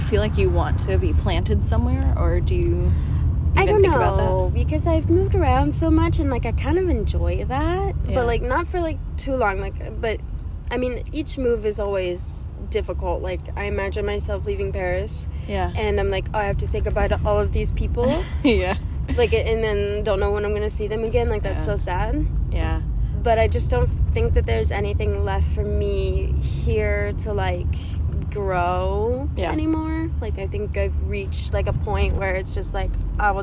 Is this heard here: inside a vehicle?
yes